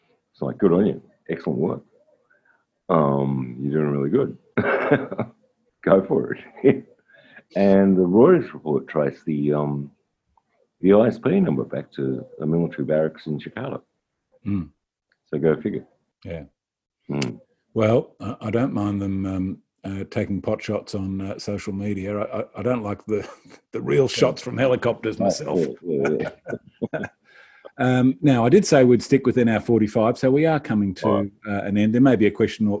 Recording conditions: video call